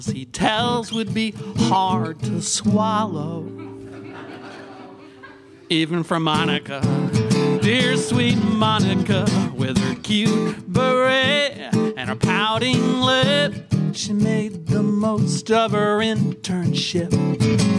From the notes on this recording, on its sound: Edinburgh festival podcast: The Guardian Live at the Gilded Balloon. On stage for live comedy at the Gilded Balloon.